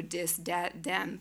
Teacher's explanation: using D instead of the TH sound